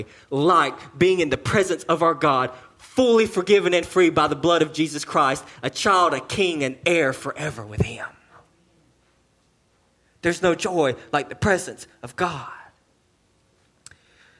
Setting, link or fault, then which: setting, large echoing room